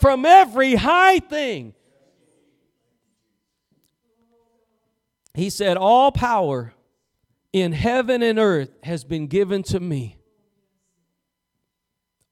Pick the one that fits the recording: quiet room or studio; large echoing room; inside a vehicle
large echoing room